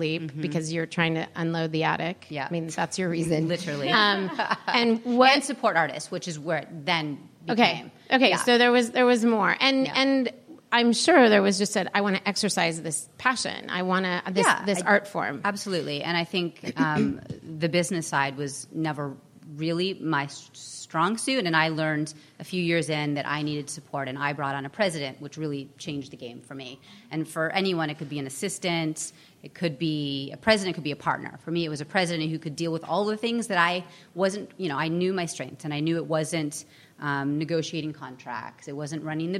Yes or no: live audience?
yes